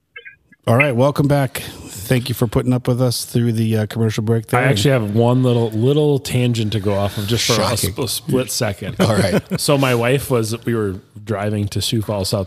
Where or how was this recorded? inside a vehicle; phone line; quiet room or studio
phone line